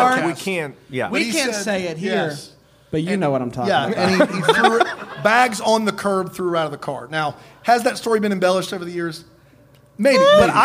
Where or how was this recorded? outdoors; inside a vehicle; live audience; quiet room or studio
live audience